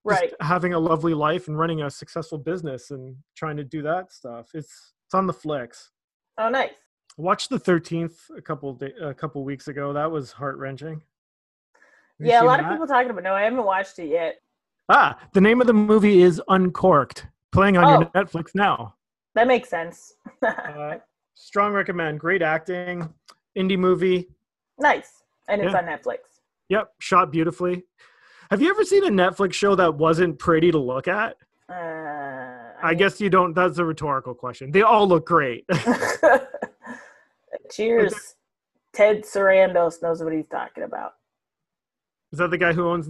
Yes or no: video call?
yes